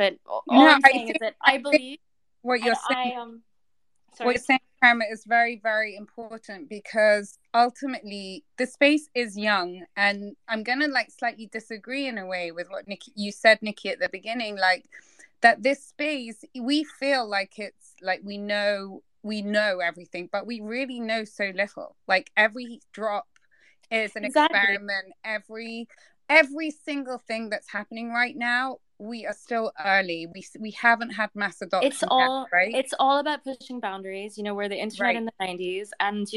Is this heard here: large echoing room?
no